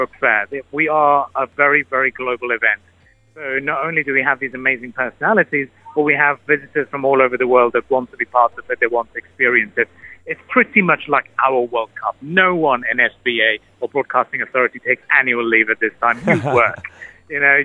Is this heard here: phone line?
yes